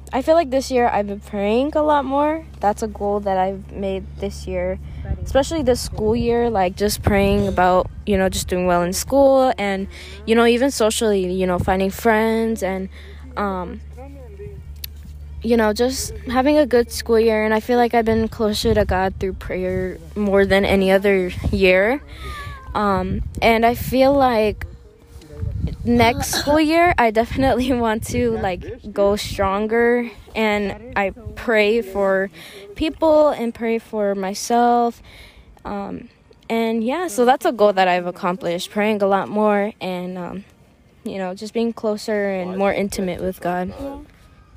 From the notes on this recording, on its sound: As we were enjoying the outdoors and fishing